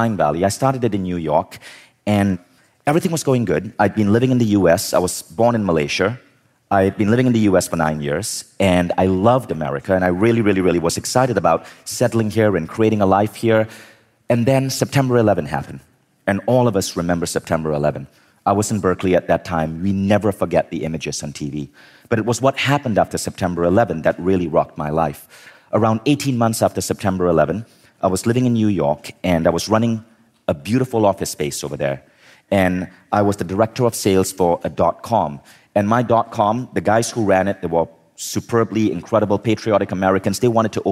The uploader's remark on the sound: In this talk from Mindvalley Live Los Angeles